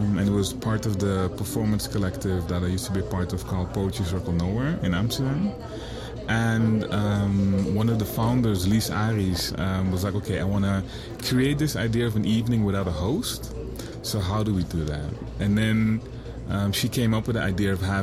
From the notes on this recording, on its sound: Recorded at Spielart Festival, 2019, Munich (DE)